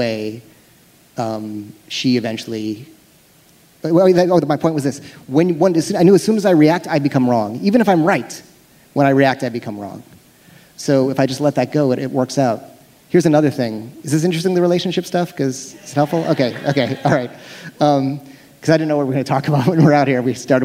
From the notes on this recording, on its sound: on stage for a special live Bulletproof podcast.